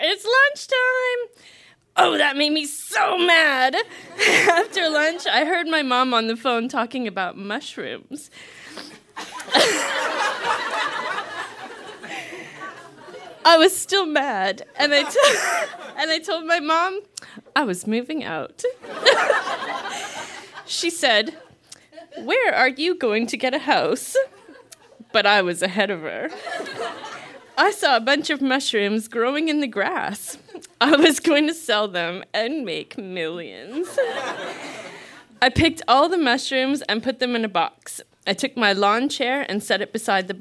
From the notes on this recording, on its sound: Recorded live at Yuk Yuk's in Ottawa.